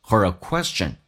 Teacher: her 跟 a 可以有一个连音叫 her 用字母的 r 连在一起